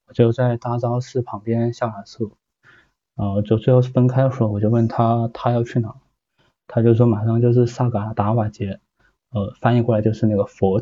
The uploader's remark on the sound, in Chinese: 是一场线上分享会的语音实况录音